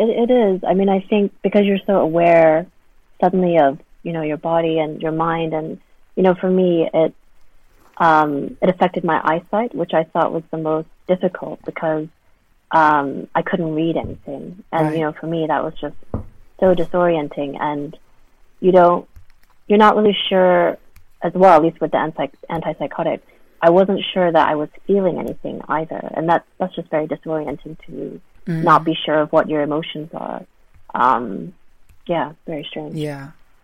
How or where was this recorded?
phone line